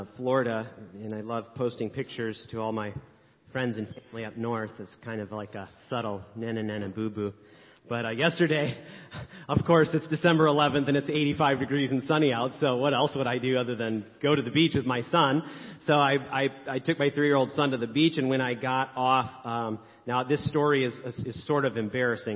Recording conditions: large echoing room